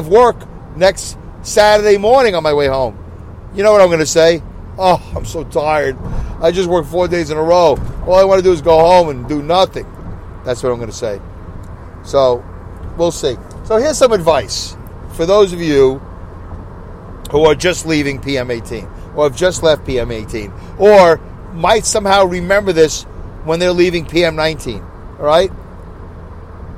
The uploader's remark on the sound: Review From My Car On My Way Home. I record my show from my car as I drive to and from work.